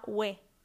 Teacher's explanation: esa o tónica se abre a ue · Term: diptongación